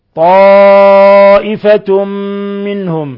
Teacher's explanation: تنوين ضم جاء بعده الميم إضغام بغنة